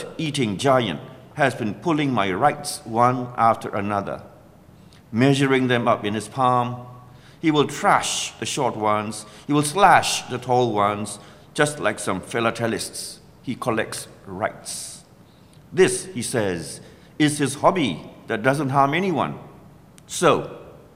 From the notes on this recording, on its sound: Reading two poems at the 2013 PWV event "Burma: Bones Will Crow".